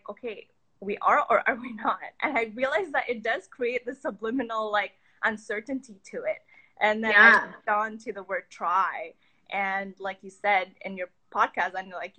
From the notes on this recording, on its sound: Today's episode is the recording from an IG live conversation